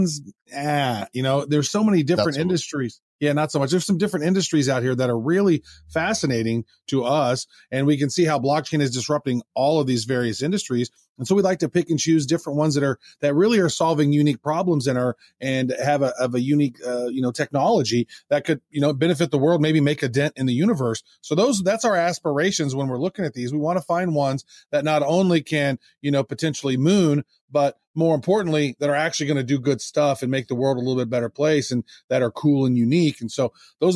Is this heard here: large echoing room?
no